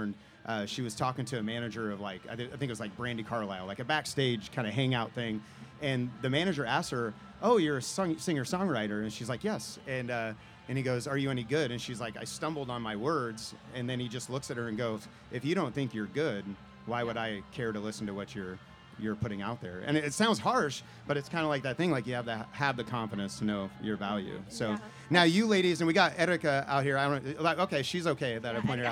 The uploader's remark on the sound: This is a live event from the past summer that took place during the Boulevardia festival